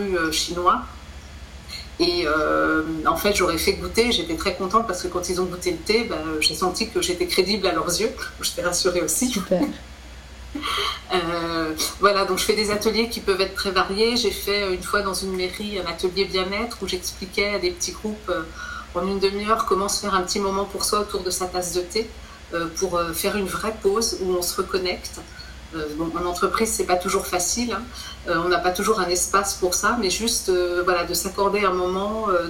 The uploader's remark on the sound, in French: Ce podcast a été enregistré à distance, ce qui modifie un peu la qualité de son.